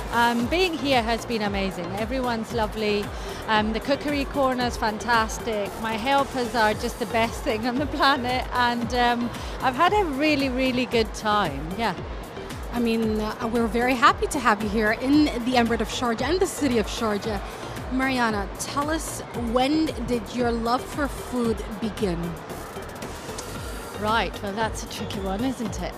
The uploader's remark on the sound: Live at SIBF 2023